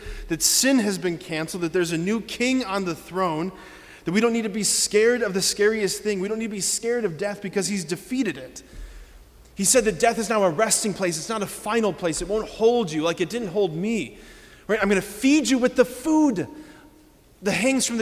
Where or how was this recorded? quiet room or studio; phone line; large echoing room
large echoing room